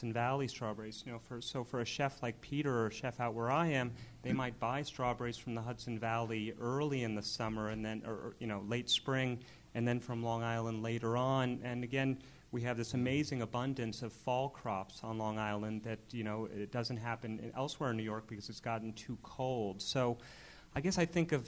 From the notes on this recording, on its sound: This podcast was recorded live at "The Science of Local Food" event on June 26, 2012, a part of the River to River Festival. A big thanks goes out to the South Street Seaport Museum for hosting.